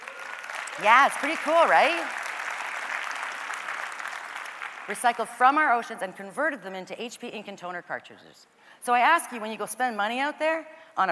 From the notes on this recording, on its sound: caught up with her in #Toronto, at #The Elevate Technology Conference